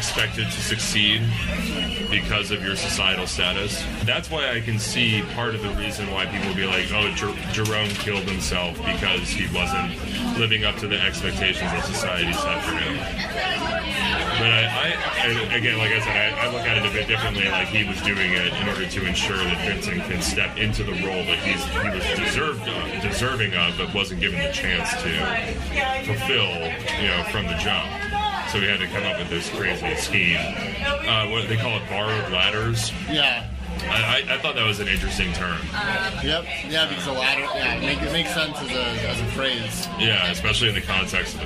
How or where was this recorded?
busy venue